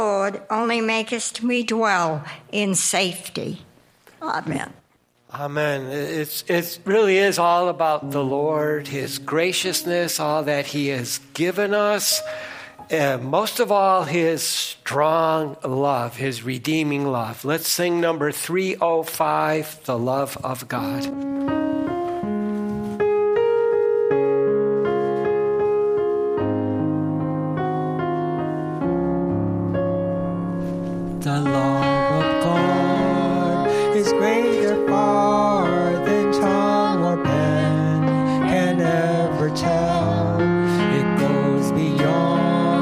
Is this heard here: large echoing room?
yes